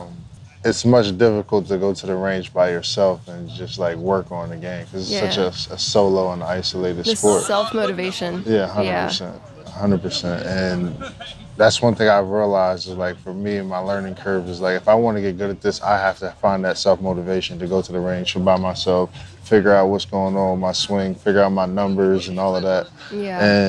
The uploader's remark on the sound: LIVE FROM MALBON MUTINY at MIAMI SHORES CC. We are at Miami Shores at Malbon Mutiny!